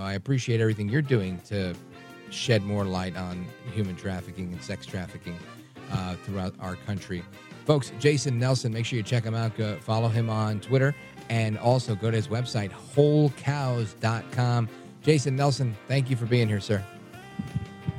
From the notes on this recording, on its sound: we take your calls in open phones across America